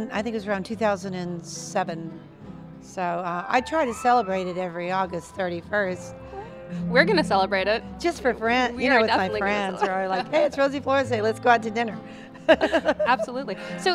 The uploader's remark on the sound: Live from the 5th annual Ameripolitan Awards in Memphis